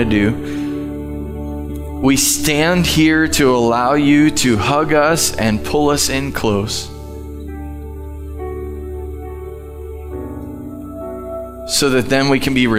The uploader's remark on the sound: Live from The Summit Church in Dover, OH.